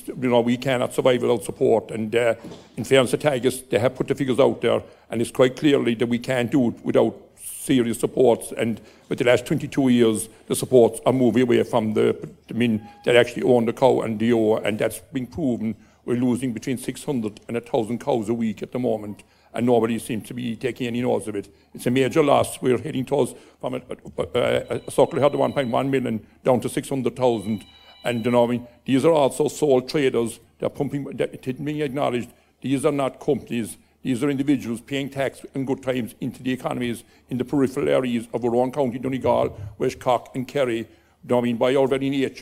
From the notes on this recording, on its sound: At the Beef2022 Open Day. This Beef Edge bonus episode is a recording of that question and answer session.